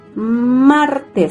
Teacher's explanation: se carga la voz en la sílaba mar.